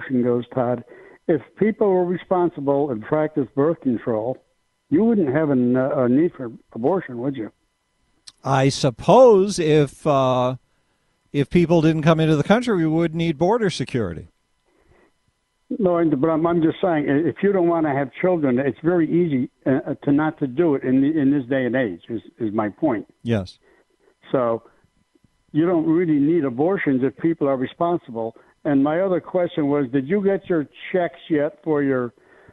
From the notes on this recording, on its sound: After Rants, we take some phone calls. Our objectivist friend from Australia.